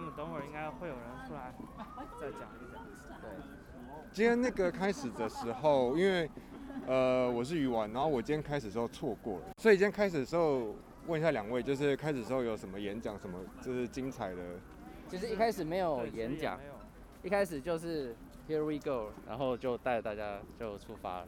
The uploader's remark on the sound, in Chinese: 直衝現場讓大家親耳體驗現場抗議的情形。搭配英國下午茶的氣氛。